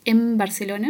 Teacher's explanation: Porque, por ejemplo, para decir en Barcelona, nosotros no decimos la N, en realidad. Nos parece que dijimos una N, pero nada que ver, dijimos una M.